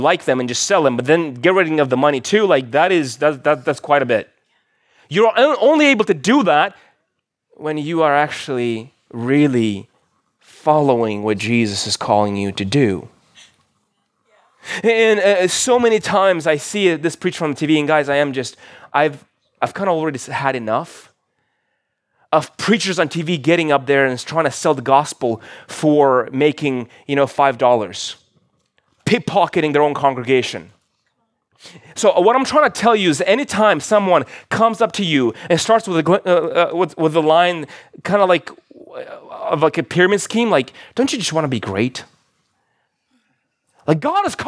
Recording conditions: large echoing room